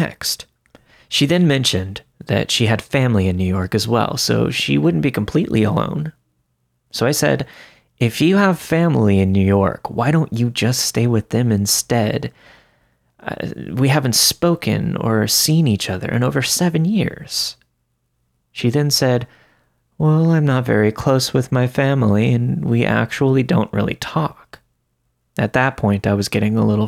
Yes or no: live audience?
no